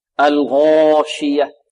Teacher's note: الألف بمقدار حركتين وتكون مفخمة، أول ألف كآخر الألف.